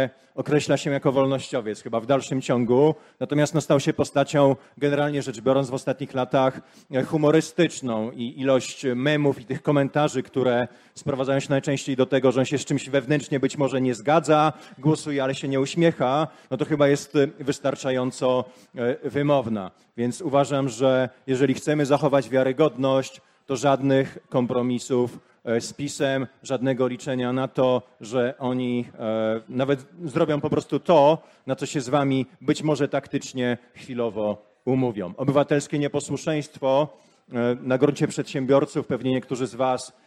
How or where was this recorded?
live audience